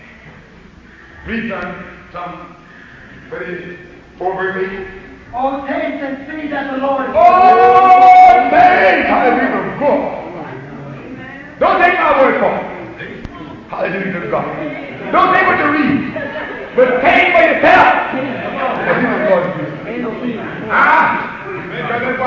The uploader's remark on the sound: Preached at the 1985 Springfield (OH) fellowship meeting.